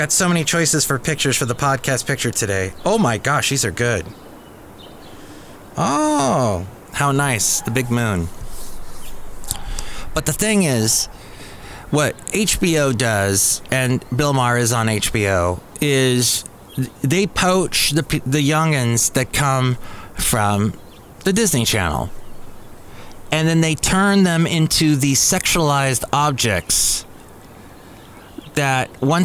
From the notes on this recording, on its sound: podcasts live from Cafe Anyway